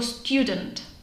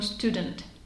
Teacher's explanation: Jod dropping v podstatě znamená vypuštění je. · Shown in: second take · Drop znamená vypustit, jod znamená je.